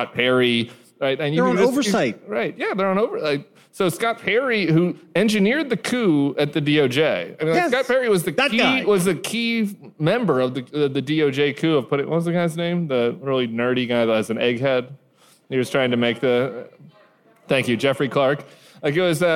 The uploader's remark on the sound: Live From LA. A live show from the Avalon Hollywood.